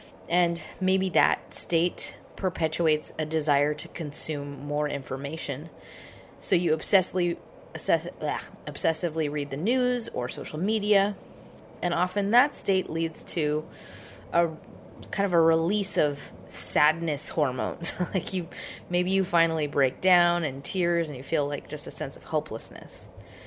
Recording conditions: background noise